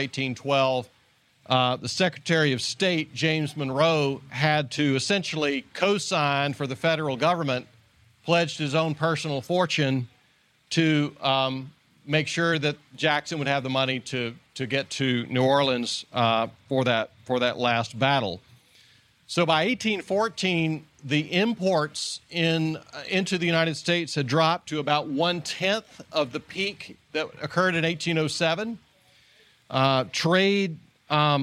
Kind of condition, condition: setting, live audience